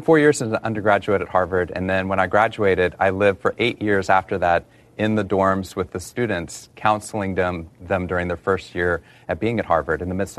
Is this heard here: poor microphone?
no